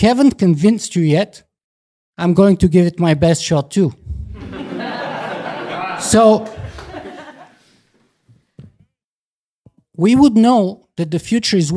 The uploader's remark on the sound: Talks delivered on stage at StartWell’s Event Space on King St W in downtown Toronto on November 28, 2019. For a globally roaming annual series called Dark Futures.